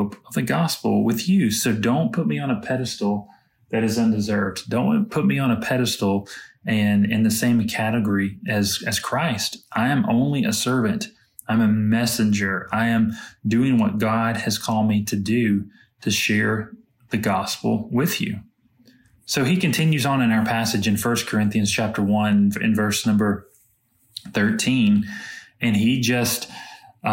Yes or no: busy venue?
no